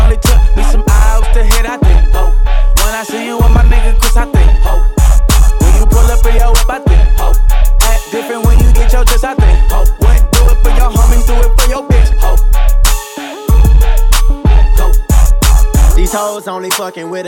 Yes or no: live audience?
no